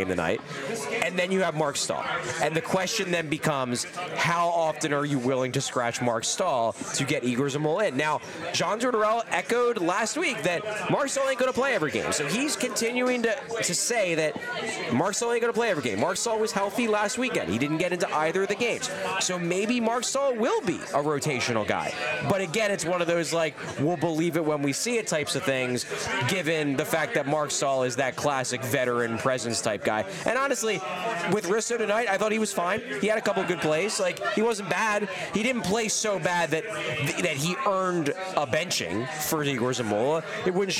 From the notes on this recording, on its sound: live from New Wave Cafe in Philly!